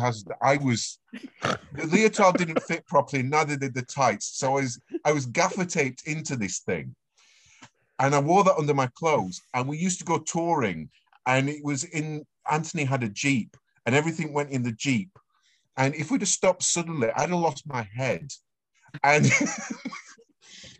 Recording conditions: video call